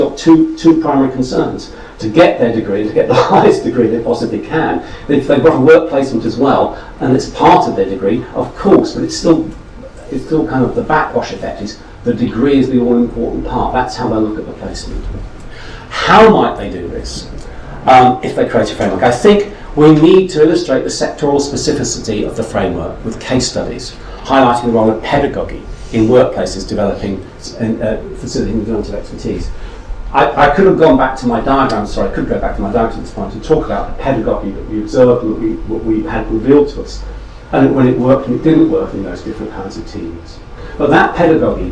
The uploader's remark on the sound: speaks at SRHE Employability, Enterprise and Work-based Learning Network